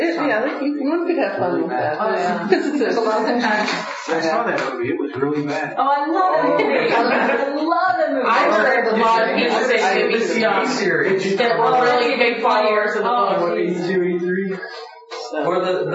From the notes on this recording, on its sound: Audio from our club meeting -- a recap of what happened at Marcon.